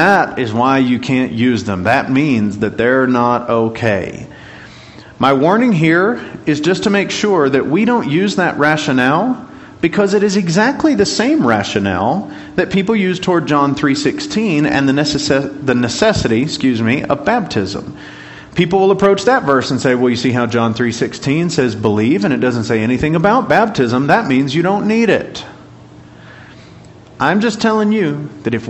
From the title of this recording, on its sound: Class Recording